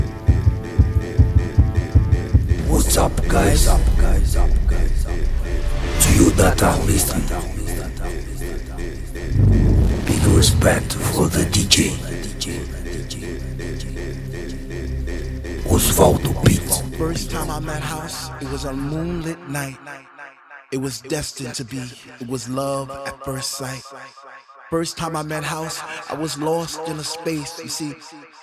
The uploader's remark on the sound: Live At Kazukuta.